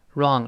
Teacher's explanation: w 不发音，r 勾舌头，最后舌根音